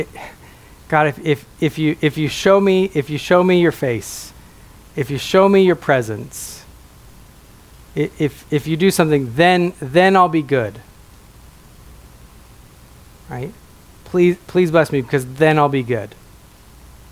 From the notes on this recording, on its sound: a sermon preached at my home church